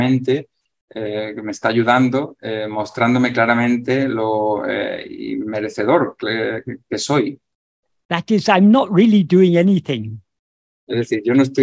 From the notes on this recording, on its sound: In a Zoom meeting with ‘Yo Soy Tu Mismo’ (a group of Spanish devotees of Bhagavan Sri Ramana).